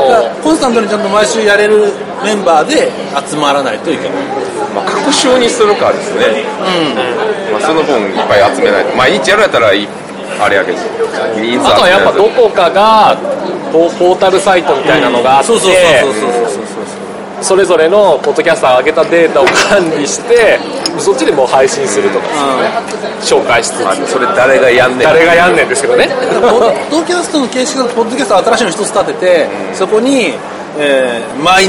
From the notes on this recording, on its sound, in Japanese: 秋葉原のカフェで録音。